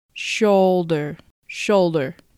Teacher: L と D は両方とも舌が上の前歯の裏に当たるので L の発音の後舌を前歯の裏につけたまま D の発音に移ってください。